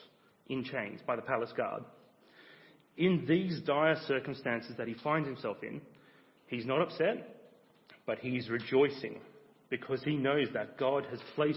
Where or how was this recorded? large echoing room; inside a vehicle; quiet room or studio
large echoing room